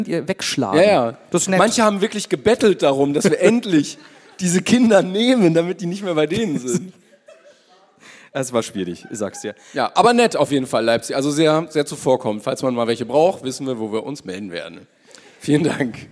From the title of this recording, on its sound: LIVE in Essen